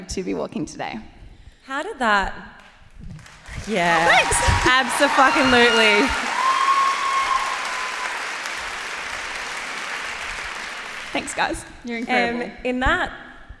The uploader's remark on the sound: The cut down interviews from our LIVE SHOW!